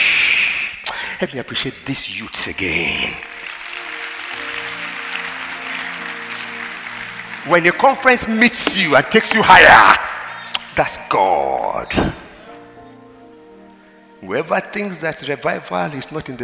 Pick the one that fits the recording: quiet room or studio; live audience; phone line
live audience